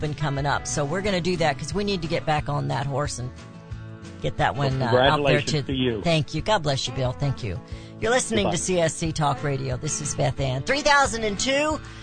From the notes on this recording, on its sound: takes congratulatory phone calls from listeners across the country